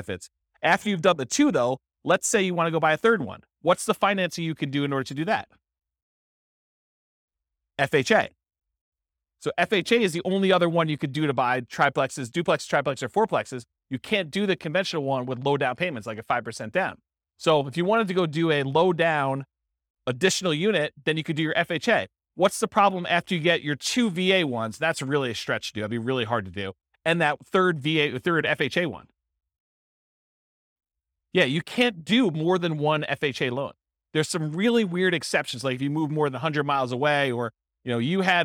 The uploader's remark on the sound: This was a live class recorded